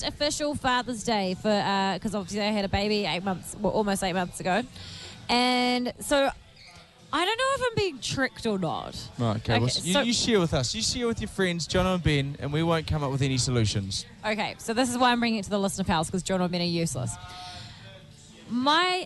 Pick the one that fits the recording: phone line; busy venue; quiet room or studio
busy venue